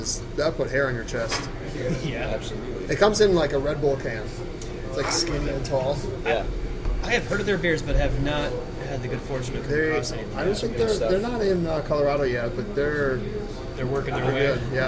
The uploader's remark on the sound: on location at The District, a Denver bar that slings bad ass brew and makes some killer food